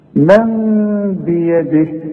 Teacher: اقلب لنا النون الى مين واخفيها وغنها. والغنة بمقدار حركتين لا تزيد ولا تنقص · Term: اقلام